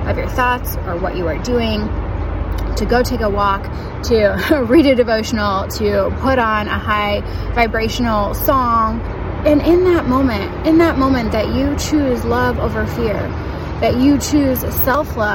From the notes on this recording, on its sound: I recorded this on my walk, so the background is a little crazy, but hopefully you can still hear ok!